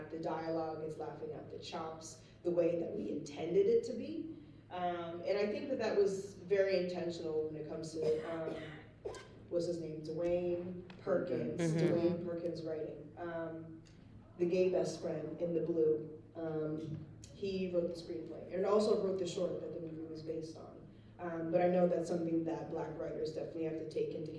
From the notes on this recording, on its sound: Live From NYCC. A LIVE podcast recording at New York City Comic Con 2023.